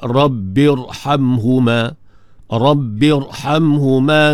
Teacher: Maka ra tadi dibaca dengan tebal, tafkhim.